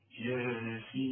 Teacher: انت مش لاحظت ان انا مديت الياء حركتين فقط والسين ستة